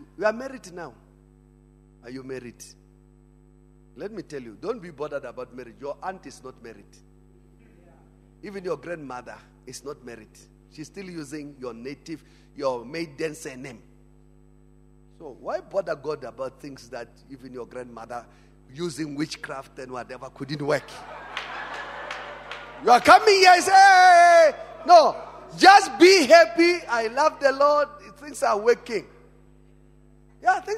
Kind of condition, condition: setting, large echoing room